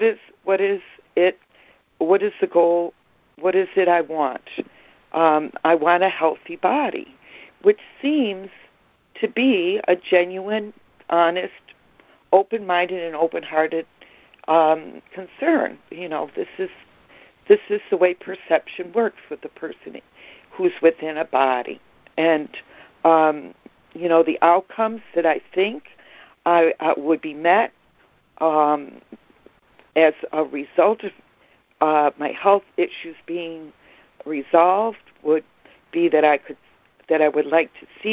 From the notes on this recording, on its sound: ACIM Daily Conference Call.